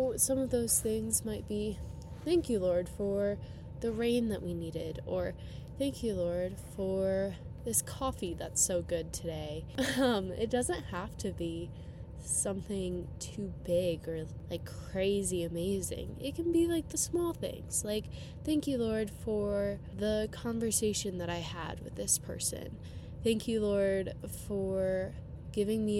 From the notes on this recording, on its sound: I apologize for any of the loud noises in the background, I am working on figuring out how to eliminate the sound of the heater as we get into the chillier months!